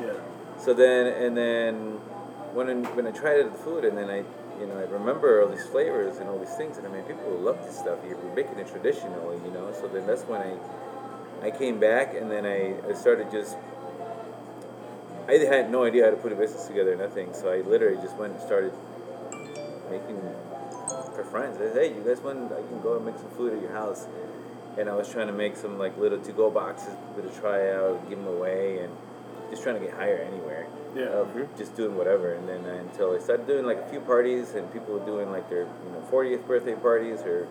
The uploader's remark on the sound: This interview was recording on-site during business hours. We wanted to capture some of the ambience; while doing that we also capture some misc noises.